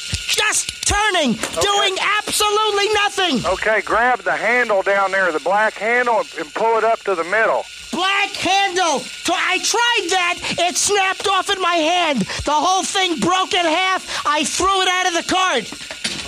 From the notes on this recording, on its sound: Prank Phone Calls.